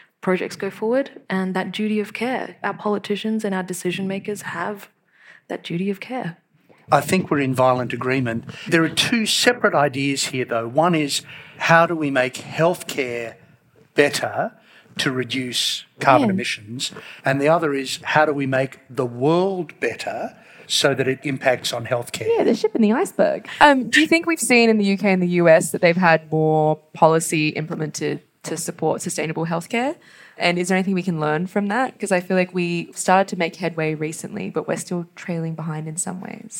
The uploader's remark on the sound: The recording of this conversation is from a live public event held on 22 August 2023 at the University of Sydney, presented with Sydney Environment Institute.